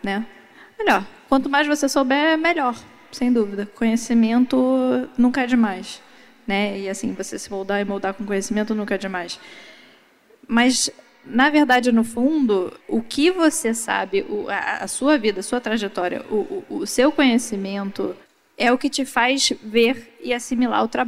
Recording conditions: live audience